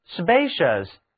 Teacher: 这里的 ci 读音是 sh